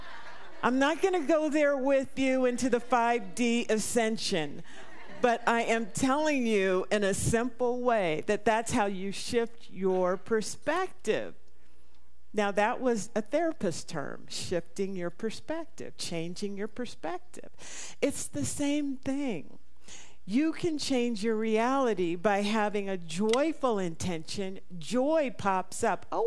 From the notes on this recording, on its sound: This talk/meditation was recorded live at the Center for Spiritual Living Prescott on [Date].